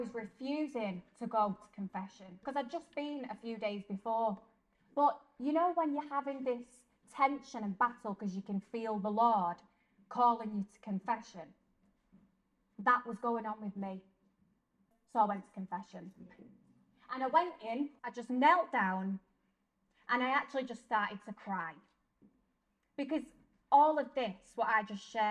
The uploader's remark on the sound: This episode is a live-talk given at the Blessed Sacrament Shrine in Liverpool on Monday 11th December 2023.